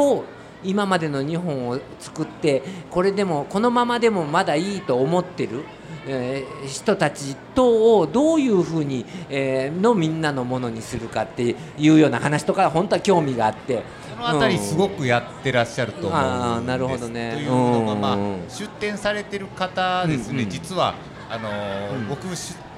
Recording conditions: live audience